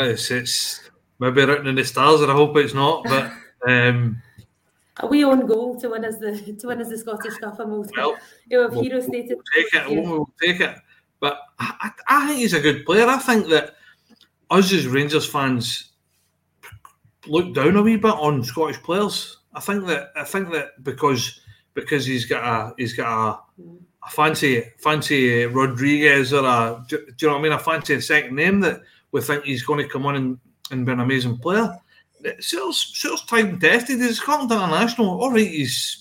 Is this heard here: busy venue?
no